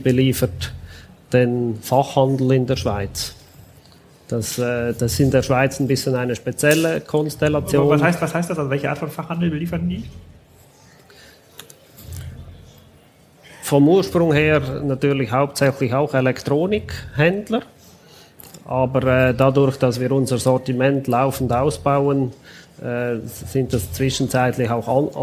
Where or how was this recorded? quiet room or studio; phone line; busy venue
busy venue